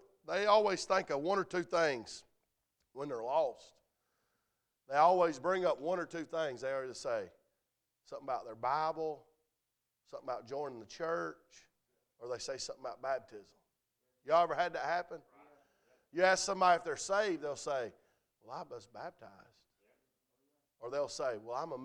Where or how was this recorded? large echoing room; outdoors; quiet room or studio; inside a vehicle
large echoing room